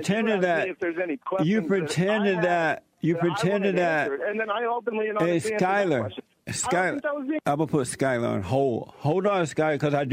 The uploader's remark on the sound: Someone called